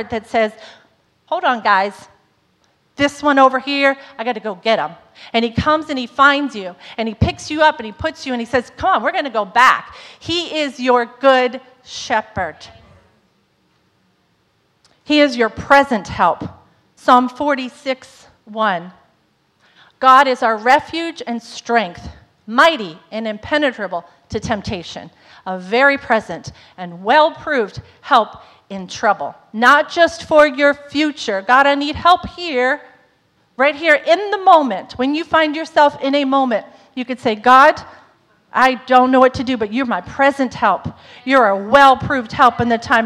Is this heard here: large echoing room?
yes